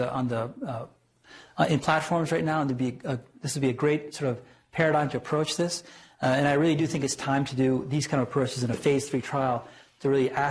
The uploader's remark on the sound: Norris Cotton Cancer Center Grand Rounds presented on May 8, 2018